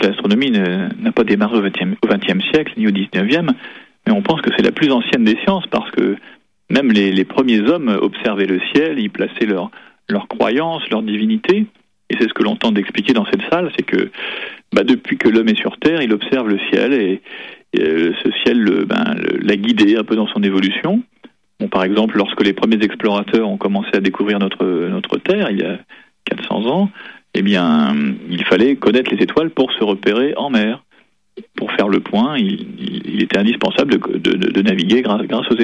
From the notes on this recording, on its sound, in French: par téléphone